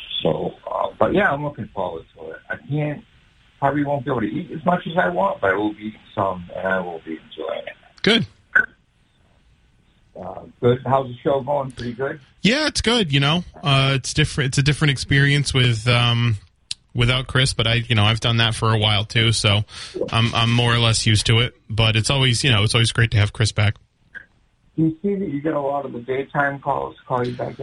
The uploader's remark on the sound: takes calls from the audience